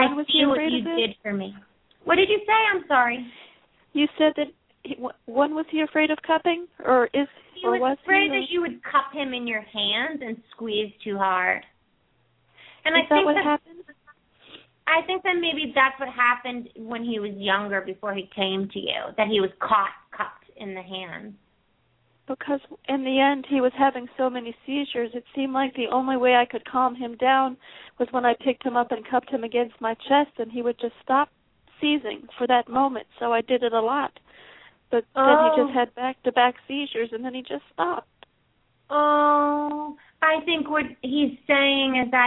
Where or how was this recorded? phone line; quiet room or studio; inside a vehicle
phone line